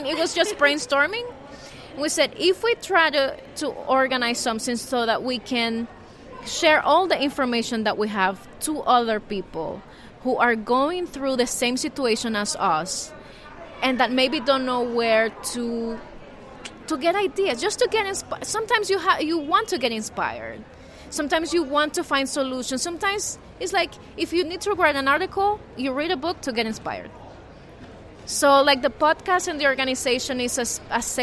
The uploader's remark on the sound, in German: Auf einem Podium beim International Journalism Festival in Perugia sprachen Vertreter innen von sogenannten „Exil-Medien“.